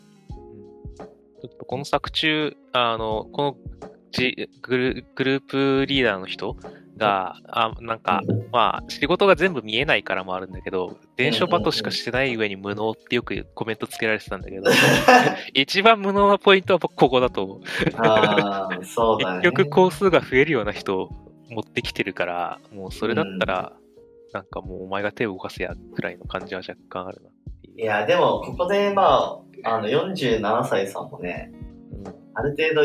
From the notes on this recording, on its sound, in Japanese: すみません、今回ちょっと音声が悪いかもです